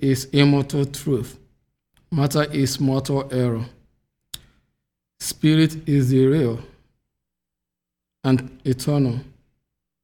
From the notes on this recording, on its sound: The Sunday service audio